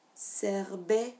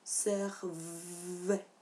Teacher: J'ai prononcé B à la place de V. Donc, j'ai prononcé Serbe à la place de Serve.